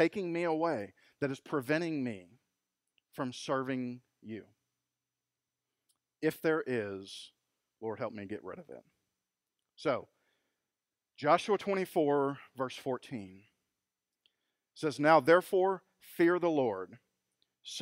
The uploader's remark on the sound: Recorded LIVE at Freedom Fellowship Church in Tontitown, Arkansas on Sunday August 23, 2020